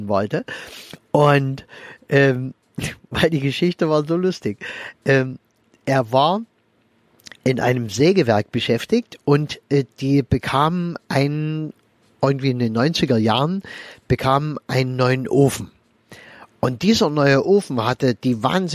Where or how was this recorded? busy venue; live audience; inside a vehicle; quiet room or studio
inside a vehicle